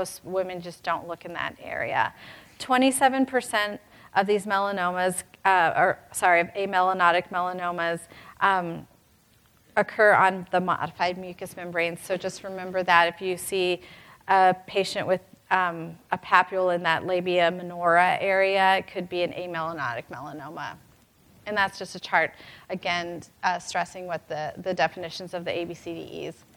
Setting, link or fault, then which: setting, live audience